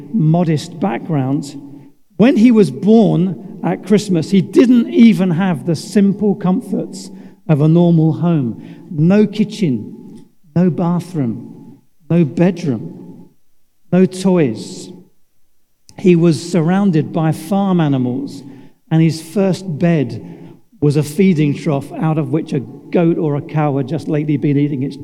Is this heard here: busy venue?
no